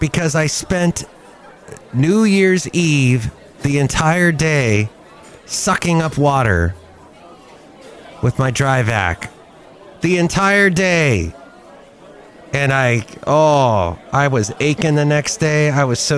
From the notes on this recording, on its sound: podcast live from Cafe Anyway